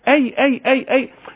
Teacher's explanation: لا معلش ده مهمة جدا جدا النفس وهو خارج خارج النفس مفيش التصاق خالص بوسط اللسان بوسط الحنك الاعلى · Term: الياء